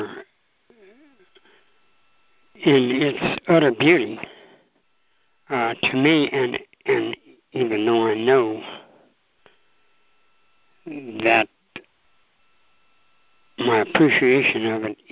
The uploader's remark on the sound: ACIM Daily TEXT Conference Call